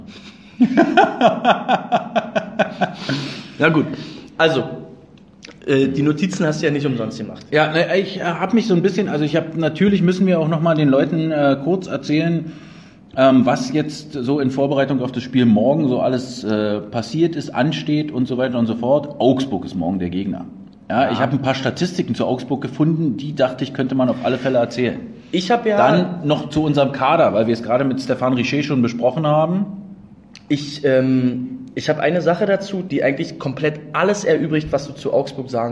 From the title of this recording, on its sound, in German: Der Livepodcast